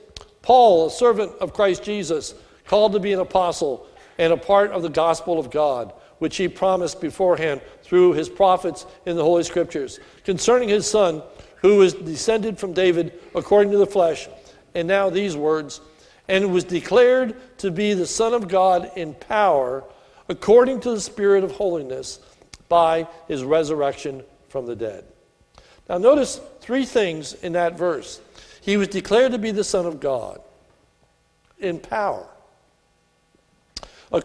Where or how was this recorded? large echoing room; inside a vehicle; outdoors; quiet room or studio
large echoing room